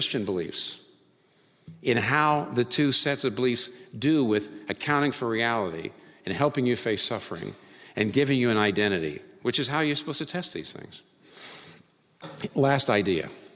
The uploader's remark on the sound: This talk was recorded before a live audience on March 7, 2019 in New York City.